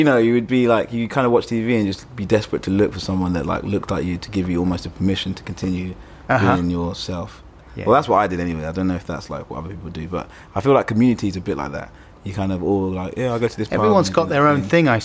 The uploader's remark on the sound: Thanks to Ronnie Scotts for letting us record at the club